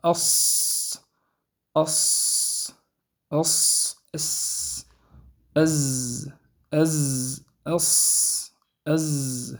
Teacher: من منتهى طرف اللسان مع أسفل الصفحة الداخلية للثنايا السفلى مع أسفل الصفحة الداخلية للثنايا السفلى فيخرج الصوت من فوقها مارا بين الثنايا العليا والسفلى · Term: حروف الصفير